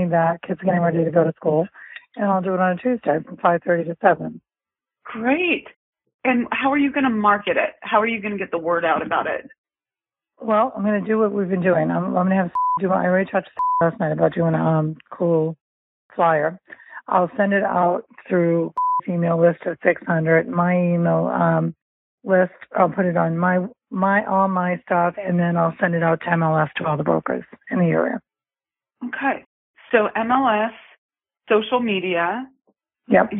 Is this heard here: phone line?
yes